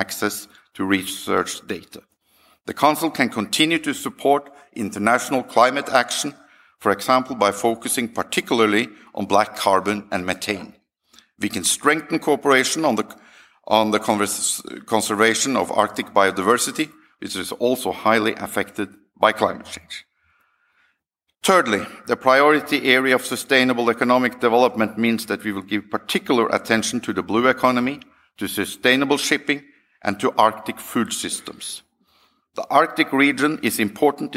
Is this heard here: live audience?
yes